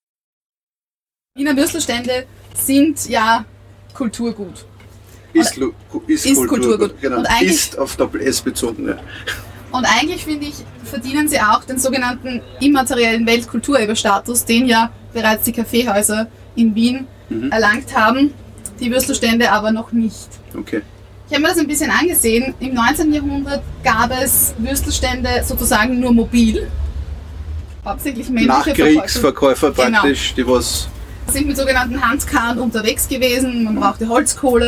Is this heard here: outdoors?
yes